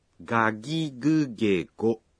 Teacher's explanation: En japonais, le G en début de mot se prononce de façon sonore ge, comme gagigugego. · Term: consonne sonore